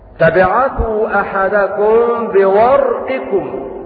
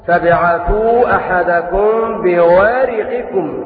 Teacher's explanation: قرأوا بإسكان الراء مفخمة · Shown in: first take